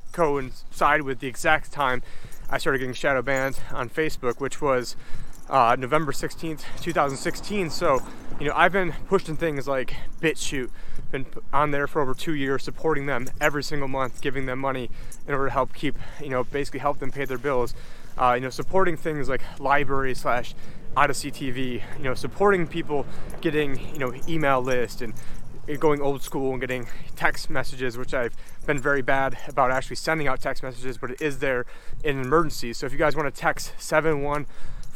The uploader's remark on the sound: On this walk and talk.